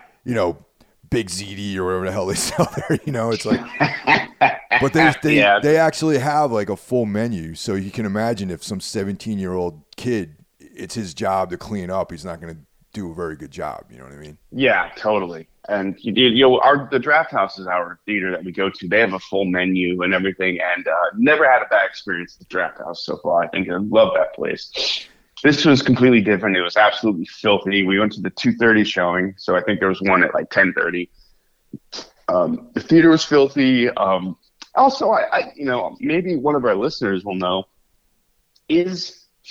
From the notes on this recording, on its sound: This episode is straight from the Necro Phone voicemails and recommended by the listeners.